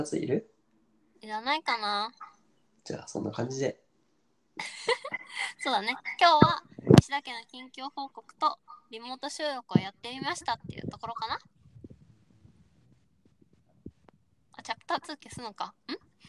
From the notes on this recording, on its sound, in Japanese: 初のリモート収録！ ノイズを押しのけてでも聞いてくれますかっ？